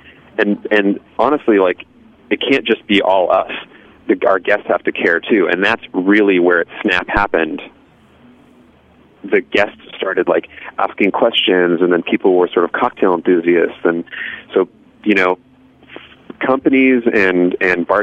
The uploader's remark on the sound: joined via the phone lines